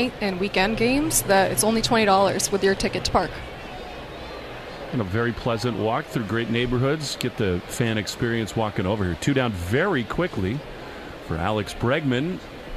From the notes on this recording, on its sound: live from the WEEI Sox booth!